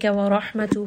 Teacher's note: حَا is going to be from the middle of the throat